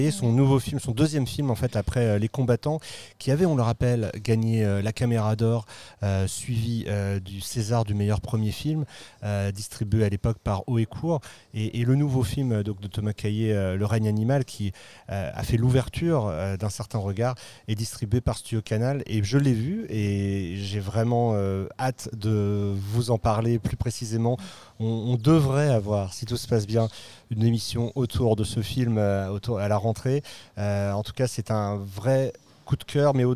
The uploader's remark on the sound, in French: Episode enregistré au cinéma Les 7 Batignolles. Par téléphone.